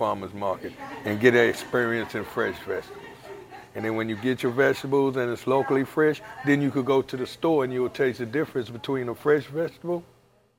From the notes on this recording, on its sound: Leroy James Farmers’ Market in Greenville. Visits the Leroy James Farmers Market in Pitt County. He's chatting with the manager and two vendors about what makes the year-round market a destination in Eastern NC.